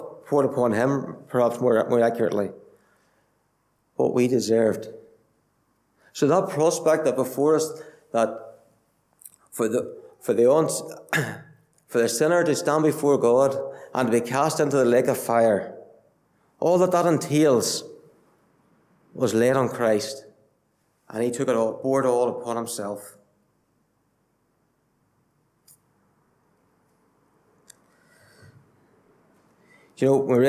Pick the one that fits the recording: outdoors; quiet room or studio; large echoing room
large echoing room